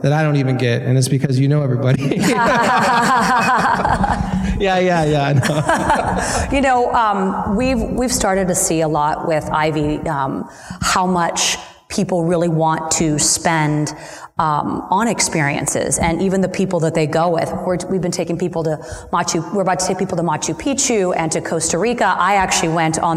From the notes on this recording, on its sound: Please enjoy our live conversation